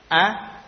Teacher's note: hamzahnya yang di awal a jangan tebal a bukan o